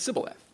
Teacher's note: They didn't have the sh sound in their dialect, and so they said sibboleth.